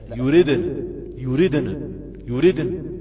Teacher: وما تقلقلش النون، تقف عليها بالتسكين المحض، طالما أن الكسر هنا كسر ثابت في حالة الوصل فقط